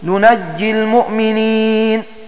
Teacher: بتشديد الجيم ومن ضرورته فتح النون